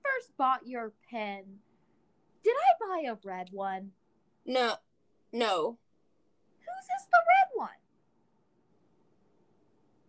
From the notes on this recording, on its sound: We had some more technical difficulties than usual this round